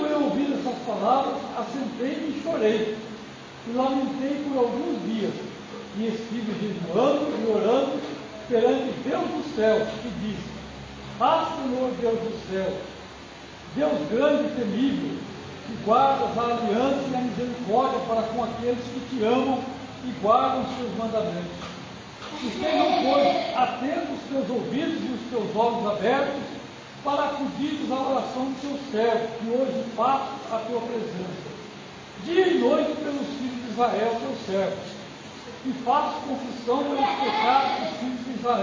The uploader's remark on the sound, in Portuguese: Mensagem gravada em 11/02/2024 - Culto da Família